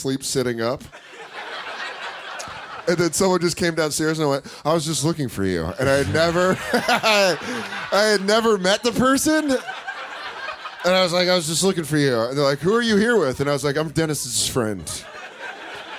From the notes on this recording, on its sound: It's The Bonfire Christmas Spectacular live from the Village Underground in NYC!